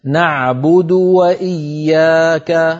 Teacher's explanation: وهذه الواو تظلم بسبب أن قبلها ضمتين فالشفتان لا تنضمان كما ينبغي عندها